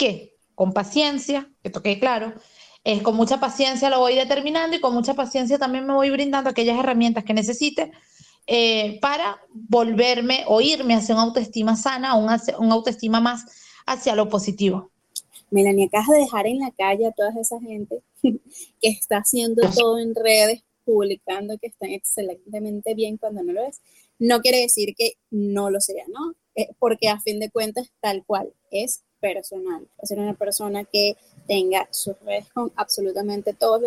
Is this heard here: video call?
yes